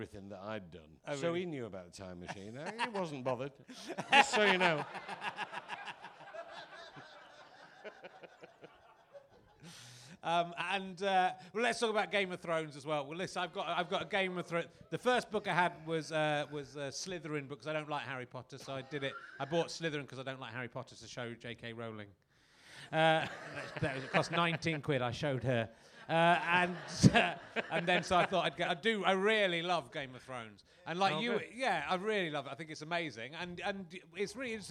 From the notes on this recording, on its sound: Leicester Square Theatre Podcast. Great Yorkshire Fringe.